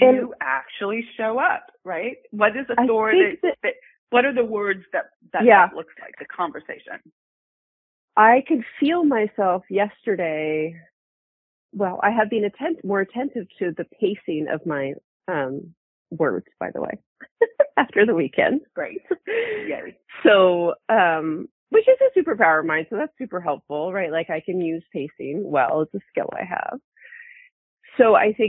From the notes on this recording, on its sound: In our Coaching Uncut Series, we take you behind the scenes and show you the coaching I do with my clients. All of these coaching calls have been recorded with permission, and the sound quality may vary.